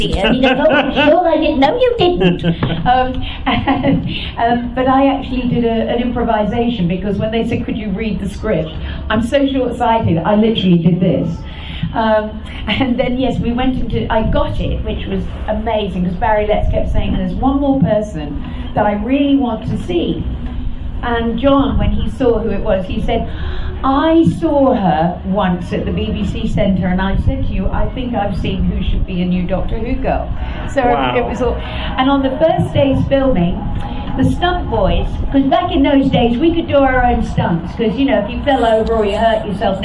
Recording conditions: busy venue